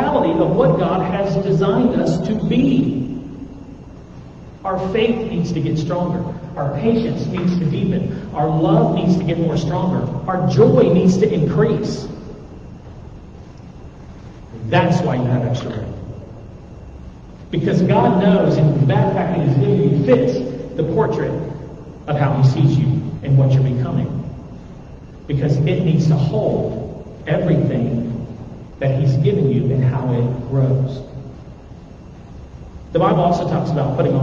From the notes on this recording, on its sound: THERE WAS AN AUDIO PROBLEM THIS WEEK